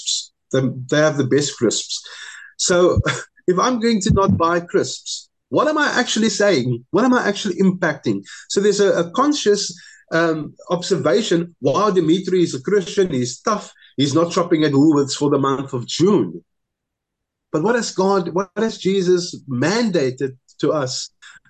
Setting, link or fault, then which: link, video call